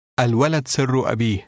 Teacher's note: The sound of the dhamma at the end of the second word is very slight.